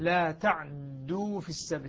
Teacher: يعني إسكان العين مع تثقيل الدال